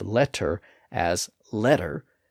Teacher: when we pronounce the D sound, or that similar tap sound, it is voiced. We narrow the vocal folds a bit so that they vibrate and flutter when we make that sound.